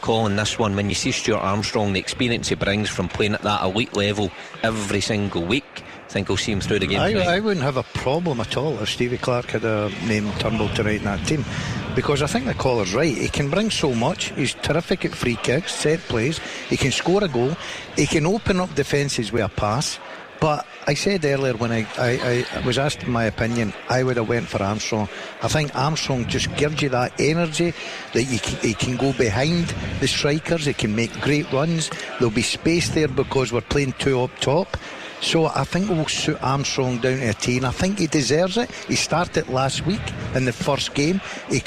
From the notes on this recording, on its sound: live from Scotland HQ at Drygate Brewery